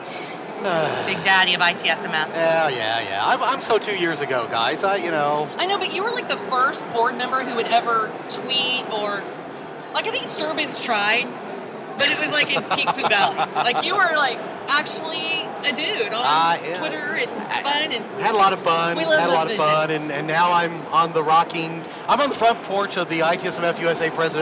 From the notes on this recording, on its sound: Podcast from Fusion 14 Expo Hall floor. Numerous guests passed by the booth to share the experience during this years Fusion 14 Conference at the Gaylord National in Washington DC.